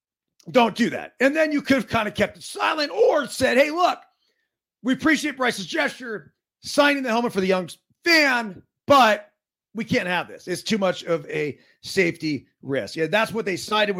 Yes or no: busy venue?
no